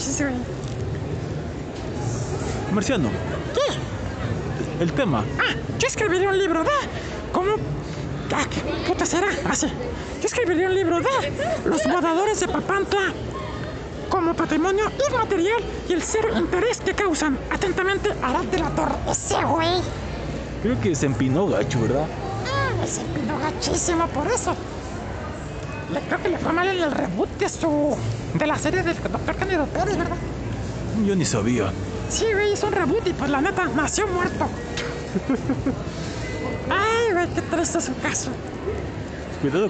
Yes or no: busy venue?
yes